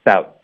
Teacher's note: about 的特省略，导致一个停顿